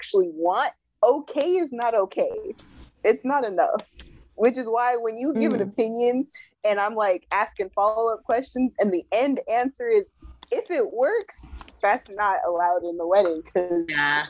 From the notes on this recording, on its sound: Sorry the Audio is messed up this episode.